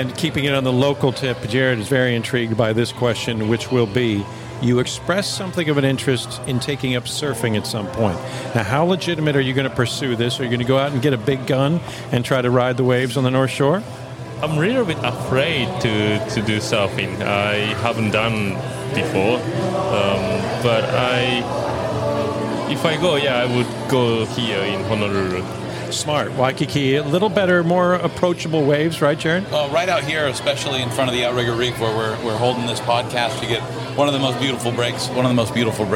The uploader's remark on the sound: This interview was recorded in the lobby of the Outrigger Reef. A three-day tennis event held in Waikiki, Hawaii. This interview was recorded in the lobby of the Outrigger Reef.